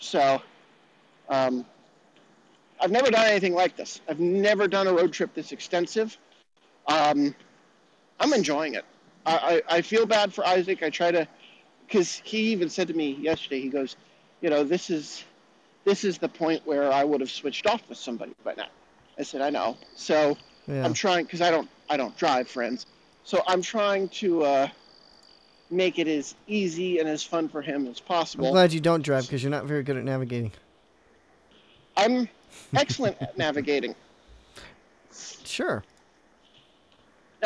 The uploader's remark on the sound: across the Cumberland River in downtown -- on foot